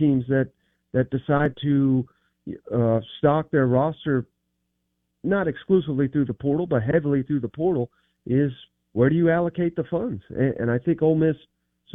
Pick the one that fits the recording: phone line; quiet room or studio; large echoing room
phone line